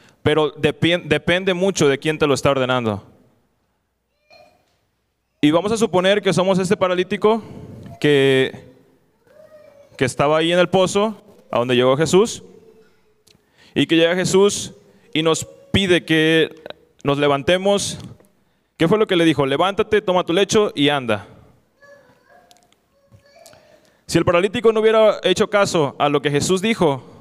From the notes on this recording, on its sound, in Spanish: Este podcast fue grabado de un panel de preguntas y respuestas, esto en la reunión mensual de Juventud Zeteo.